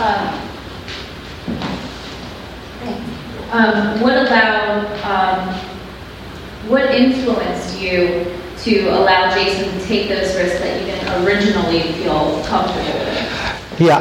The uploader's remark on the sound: you'll hear their Q&A session from the breakfast